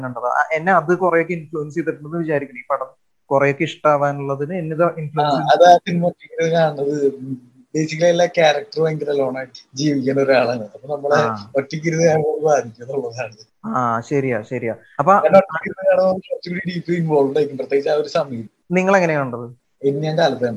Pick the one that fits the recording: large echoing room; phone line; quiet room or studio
phone line